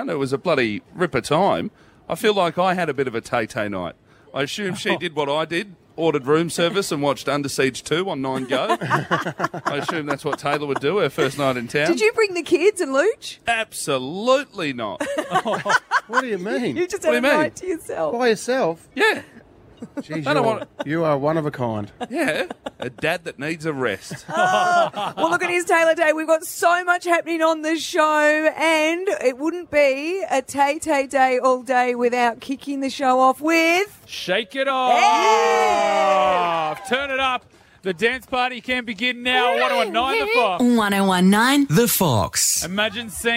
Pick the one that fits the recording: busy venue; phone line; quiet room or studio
busy venue